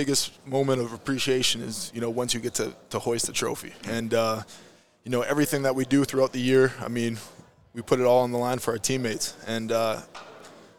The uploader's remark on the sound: Grey Cup Media Day